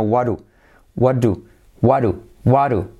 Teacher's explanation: la T del what también se cae al unirlo. No decimos what do you, sino what do, what do, what do, what do.